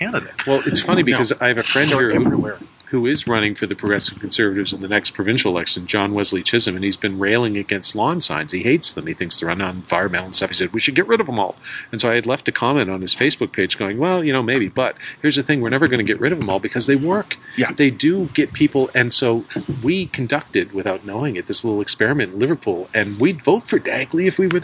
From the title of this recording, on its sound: on a Rooftop at Midnight